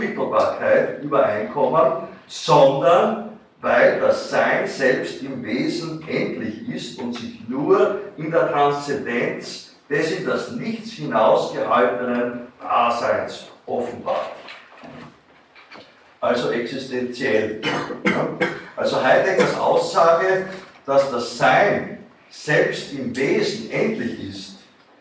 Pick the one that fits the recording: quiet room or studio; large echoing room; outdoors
large echoing room